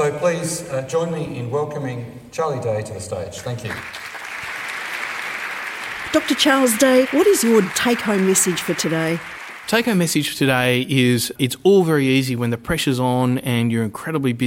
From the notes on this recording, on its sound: We gate-crashed the 2017 University of Melbourne professional Staff Conference